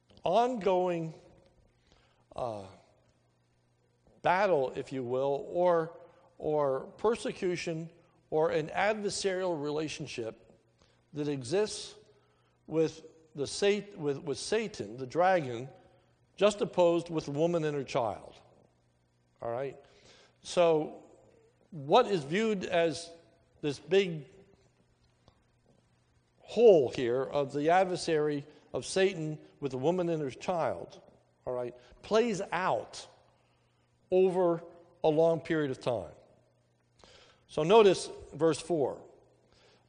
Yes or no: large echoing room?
yes